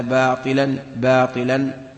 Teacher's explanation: والطاء لا بد أن ينقص تفخيمها لأنها كسرت، بل كل حرف عنده صفة استعلاء لا بد أن تنقص عندما ينكسر باطلا. · Term: ترقيقها